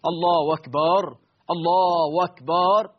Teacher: إبدال همزة لفظ الجلالة بواو